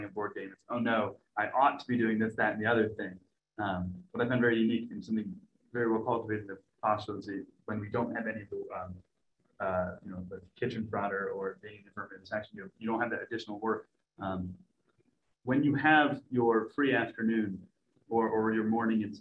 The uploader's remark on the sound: Live Webinar